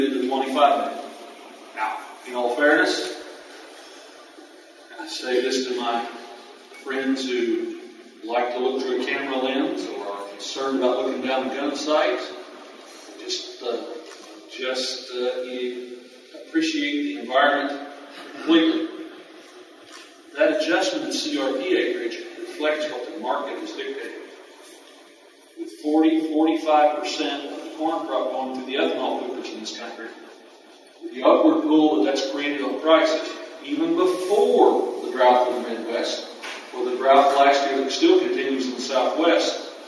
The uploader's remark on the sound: The chairman of the House Agriculture Committee came and spoke to peanut producers attending the Southern Peanut Growers Conference in Panama City Beach.